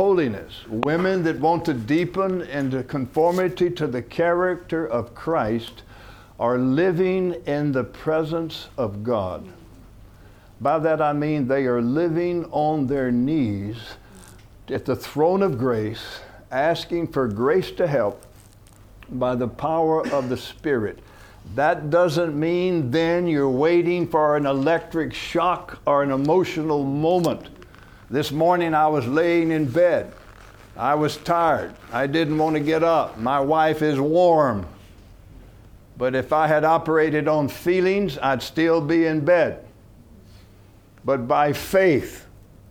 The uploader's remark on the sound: From the HeartCry Asia Conference 2023.